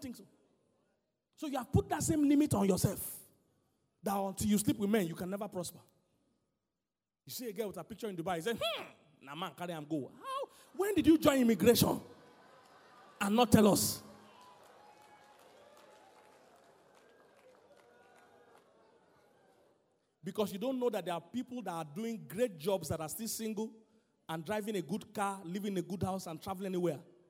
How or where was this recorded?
live audience